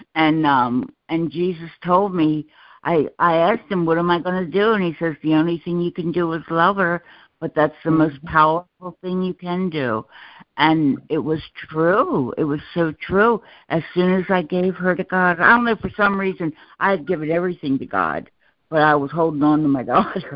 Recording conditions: phone line